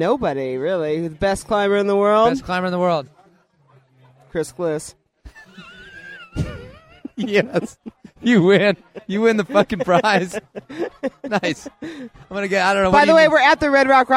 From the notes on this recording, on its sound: We blaze through four separate mini-interviews with four excellent climbers recorded at the 2014 Redrock Renedezvous.